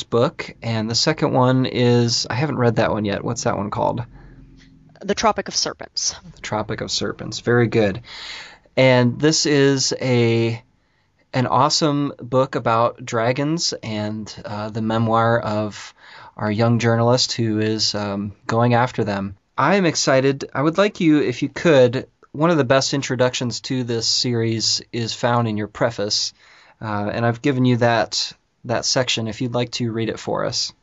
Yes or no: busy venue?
no